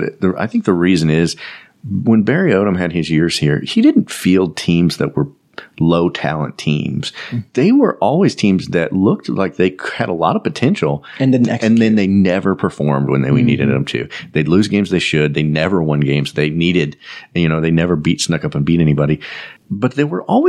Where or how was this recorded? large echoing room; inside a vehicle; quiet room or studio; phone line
quiet room or studio